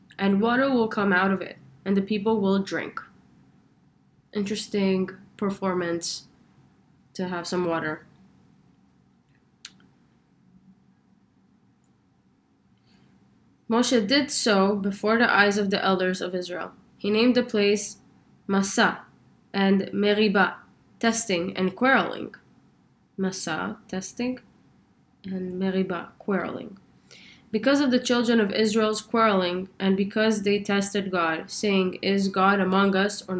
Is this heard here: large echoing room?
no